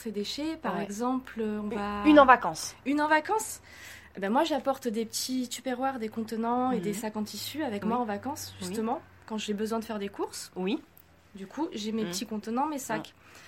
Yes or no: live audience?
no